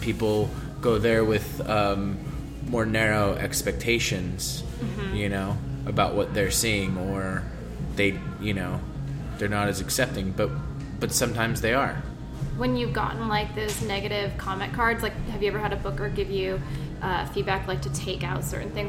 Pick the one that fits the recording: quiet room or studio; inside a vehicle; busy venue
busy venue